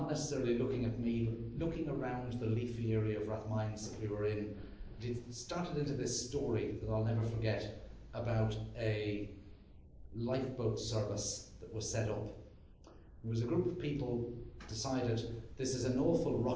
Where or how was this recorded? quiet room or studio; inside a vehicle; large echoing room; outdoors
large echoing room